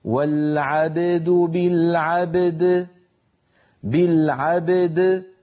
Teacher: ففي مثل هذه الحالة علينا أن نحرص على بيان كل منهما هكذا والعبد بالعبد بالعبد، فنقلقل الباء ونقلقل الدال ولا نأتي بإحدى بقلقلة إحدى أحد الحرفين ونهمل الآخر · Term: حرفا قلقلة متتاليين